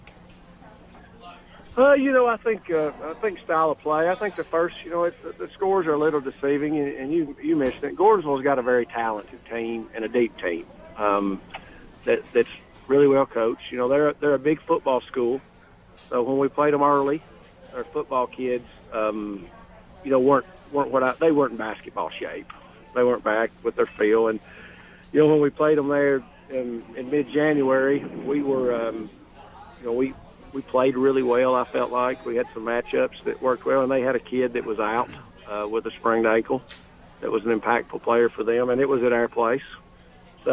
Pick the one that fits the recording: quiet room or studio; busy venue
busy venue